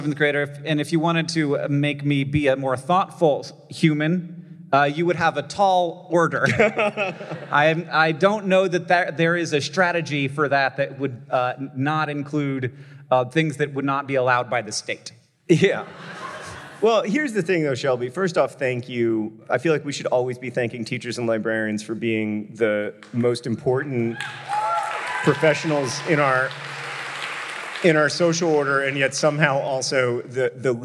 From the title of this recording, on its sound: Live from Minneapolis, MN!